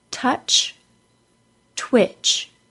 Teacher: The CH sound is identical for both spellings. We do not need to add a T sound for the TCH spelling. It is just the CH sound.